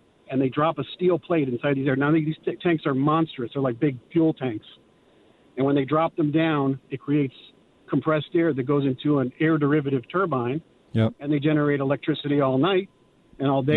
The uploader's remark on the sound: We play RANTS and take phone calls.